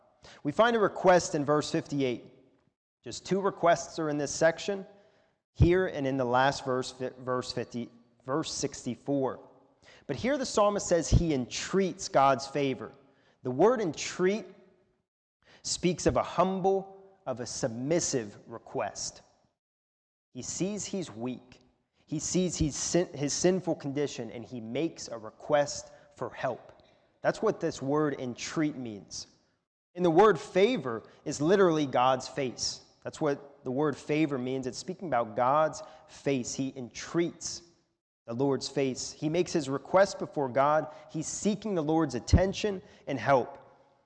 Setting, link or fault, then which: setting, large echoing room